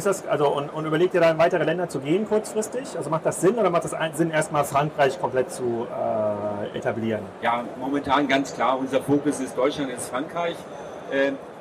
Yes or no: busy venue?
yes